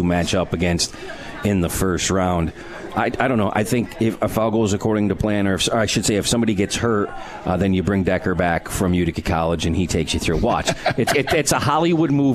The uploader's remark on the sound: Live from Swifty’s for Comets Insider